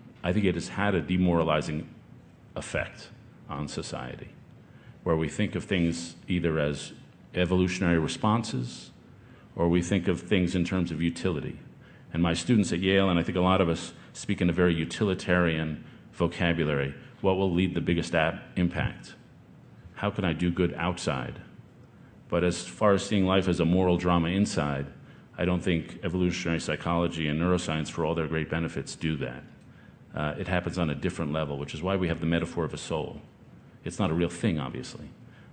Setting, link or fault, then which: setting, busy venue